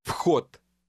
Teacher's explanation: the Russian D has a T sound when it appears at the end of a word.